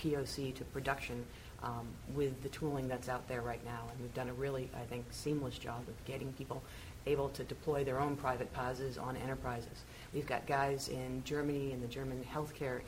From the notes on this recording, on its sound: Live from Red Hat Summit